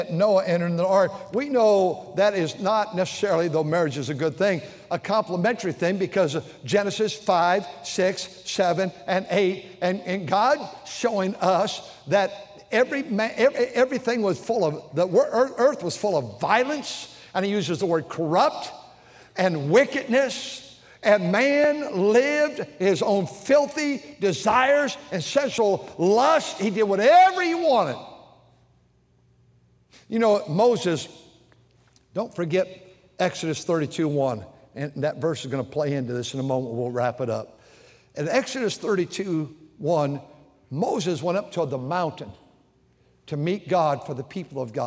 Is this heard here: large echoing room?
yes